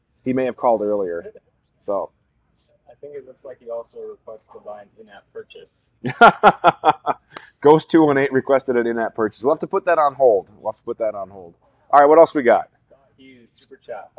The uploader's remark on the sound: This episode will be live from the Rainier Arms Firearms Academy in Wichita, KS.